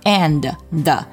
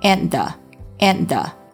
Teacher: and 和 the 之间也要做一个失去爆破啊 · Shown in: second take